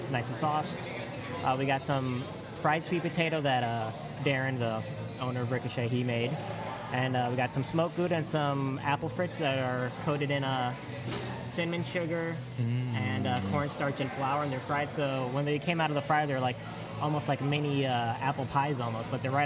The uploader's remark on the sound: We sat down on location at Ricochet Tacos during their Tuesday of Terror Halloween event! Heads up, it’s a noise one.